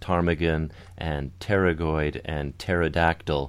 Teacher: And the other fun one is, of course, ptarmigan and pterygoid and pterodactyl, which in the root language would have had a P pronunciation, but the PT as an initial sound doesn't exist in English, so we drop that